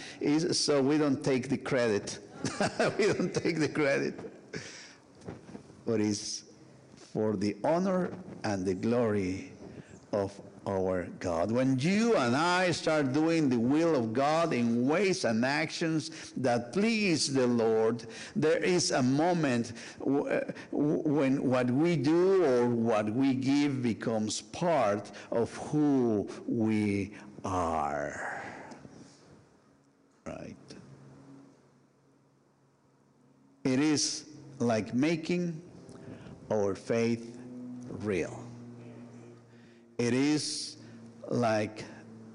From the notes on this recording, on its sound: Sunday worship service of First United Methodist Church of Pacoima, recorded live. We are located at 12550 Van Nuys Blvd.